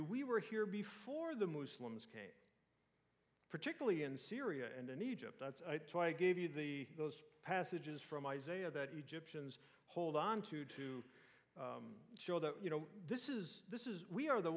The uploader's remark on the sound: answers audience questions.